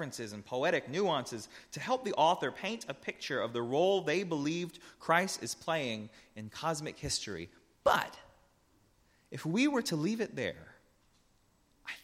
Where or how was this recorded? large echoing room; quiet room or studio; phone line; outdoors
large echoing room